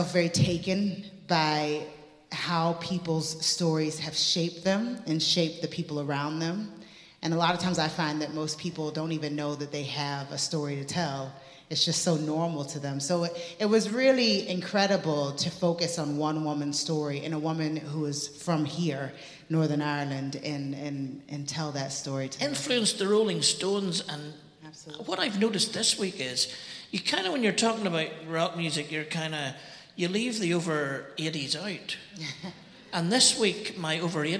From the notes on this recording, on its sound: This conversation was recorded at the 4 Corners Festival in Belfast, Northern Ireland in February 2023.